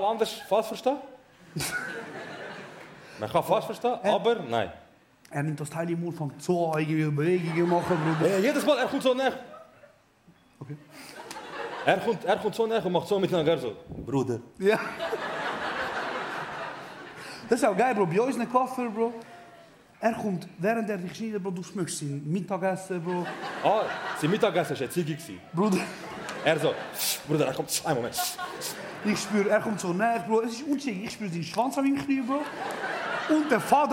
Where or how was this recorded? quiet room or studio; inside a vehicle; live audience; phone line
live audience